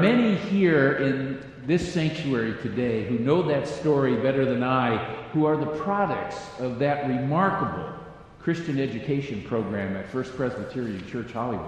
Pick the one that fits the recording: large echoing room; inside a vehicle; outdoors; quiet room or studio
large echoing room